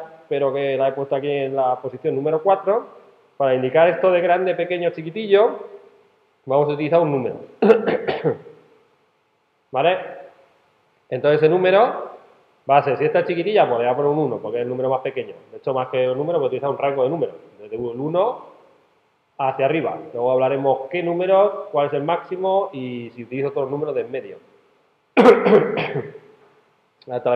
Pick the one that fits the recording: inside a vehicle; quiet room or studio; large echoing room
large echoing room